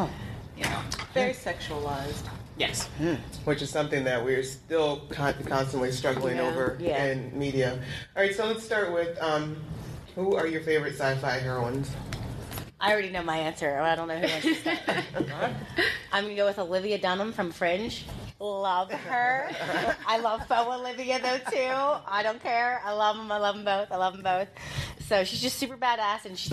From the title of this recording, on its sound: LIVE Podcast